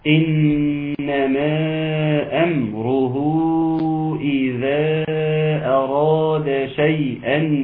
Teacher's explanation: النون المشددة ناخد بالنا منها تغني مقدار حركتين، إنما مد منفصل، مد مقدار 4 حركات و5 حركات، أمره إذا، نعم مد صلة كبرى 4 و5، إذا أراد.